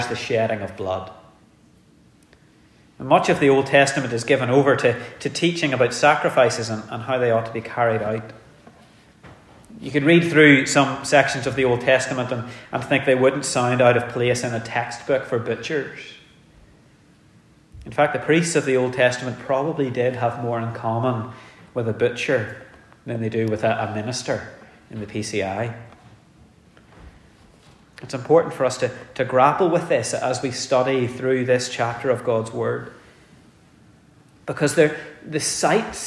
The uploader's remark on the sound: The sermon was preached in our communion service